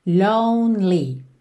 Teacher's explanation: Atenção a essa pronúncia da palavra lonely, ok? Que esse E do meio não é pronunciado. Então você vai do N pro L.